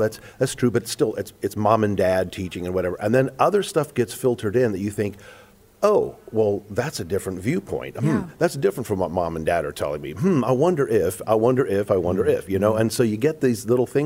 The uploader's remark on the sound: LIVE from the 40th Annual Virgina Homeschool Convention